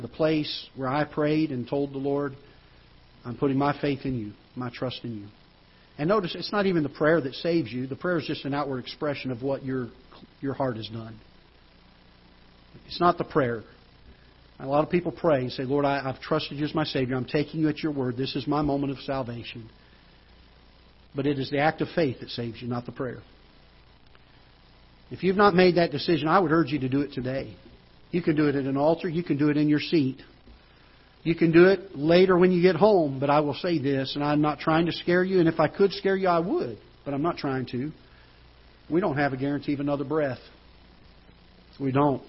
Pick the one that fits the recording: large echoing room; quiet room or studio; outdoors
large echoing room